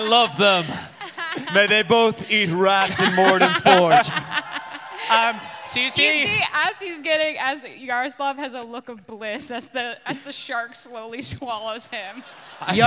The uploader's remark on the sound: NADDPOD Live in Boston